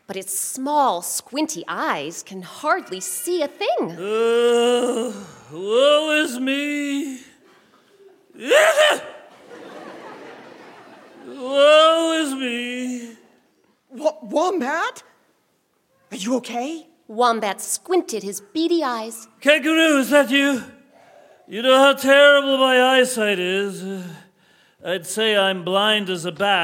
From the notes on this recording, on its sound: Recorded live with musicians from the … as part of our 2019 summer pop-up series.